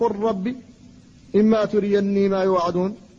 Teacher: قل ربي هذا بين المتجانسين، فاللام والراء اللام ساكنة والراء محركة وهما متجانسان، فحصل الادغام